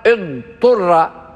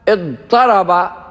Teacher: فتاء الافتعال حينما جاءت بعد الضاد أبدلت طاء، وهذا شأنها حينما تلي حروف الإطباق الأربعة الصاد والضاد والطاء والظاء تبدل تاء، فهي جاءت بعد الضاد وهو حرف مطبق فأبدلت طاء.